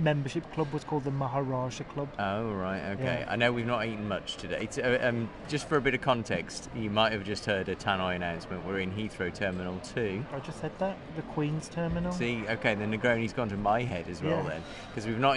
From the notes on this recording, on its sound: Recorded in Heathrow airport and two very different bars in Tokyo. Sip Negronis in the departure lounge. Finish their first night at a women-centric bar called Gold Finger, where they interview the owner.